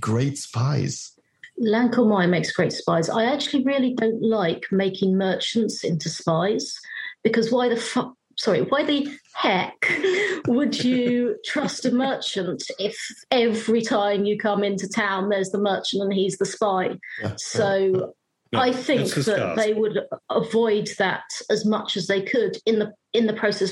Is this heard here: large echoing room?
no